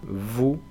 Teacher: No se pronuncia en principio la S final. La OU es U y la V es una V que se parece un poco a una F y que vibra.